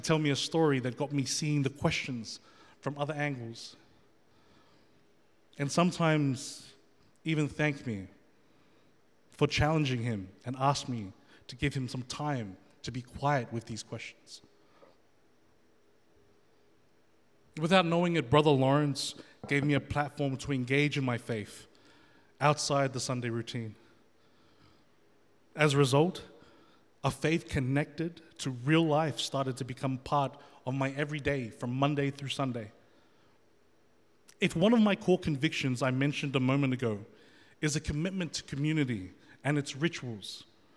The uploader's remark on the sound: The FaithFeed Live Studio Audience.